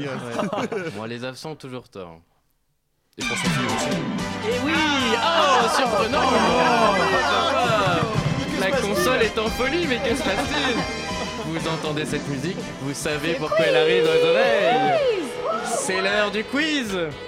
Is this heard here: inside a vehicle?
no